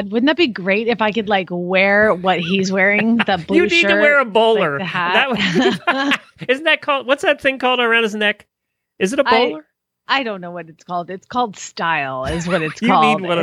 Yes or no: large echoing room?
no